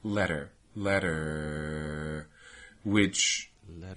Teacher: Is not very strongly rhotic. The bunching is less, the tongue root retraction is less, and I'm also, when I extend it, hearing some fronting of it into the eh territory. · Term: relaxation of roticity